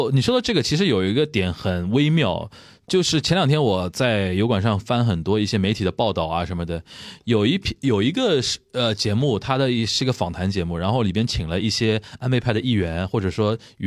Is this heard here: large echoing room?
no